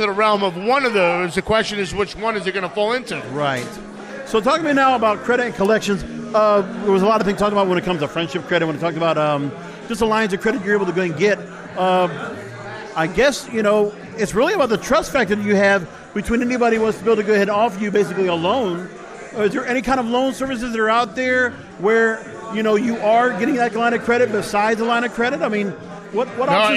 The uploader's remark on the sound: Live From The 2019 USCC Expo